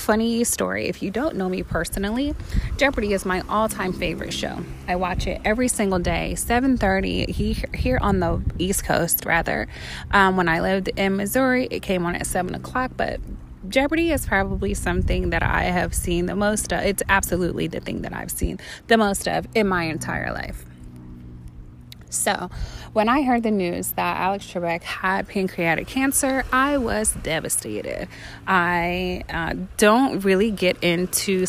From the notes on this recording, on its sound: Recorded live from Bunche Beach, San Carlos Bay, FL.